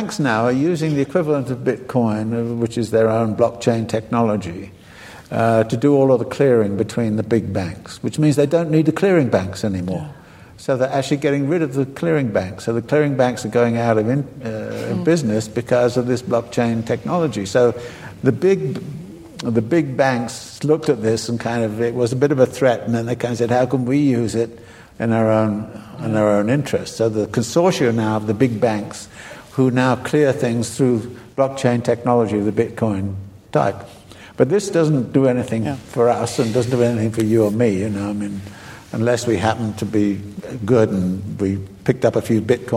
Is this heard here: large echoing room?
yes